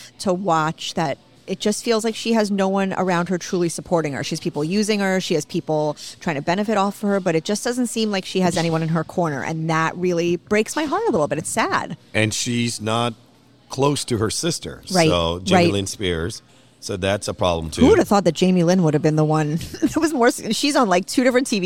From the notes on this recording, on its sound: Recorded at Pizza District